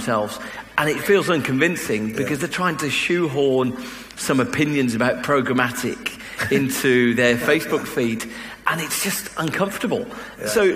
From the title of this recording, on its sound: A Keynote: Dublin Tech Summit